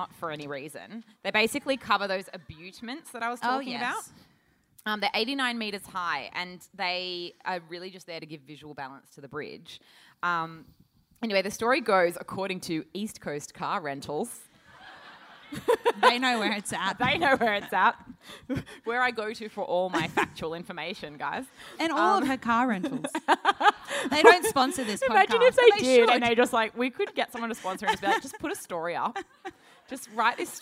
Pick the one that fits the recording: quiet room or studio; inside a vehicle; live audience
live audience